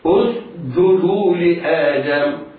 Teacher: كذلك هنا سين ساكنة بعدها جيم، على القارئ أن يميز السين من الجيم بأن ينطق بالسين ساكنة غير مقلقلة ثم يصحبها صفيرها ثم ينطق بالجيم شديدة: اسجدوا لآدم.